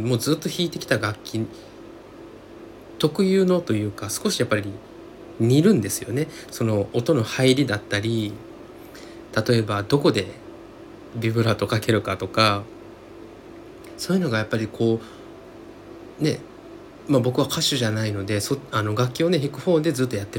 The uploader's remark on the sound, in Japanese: 足元のヒーターつけっぱなしで録音してますので常にサーっというノイズあり。